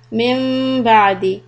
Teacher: So we stop for two حركات، lips together. · Term: ميم of إقلاب